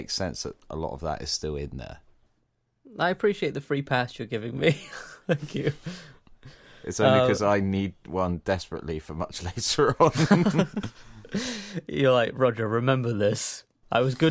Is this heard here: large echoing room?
no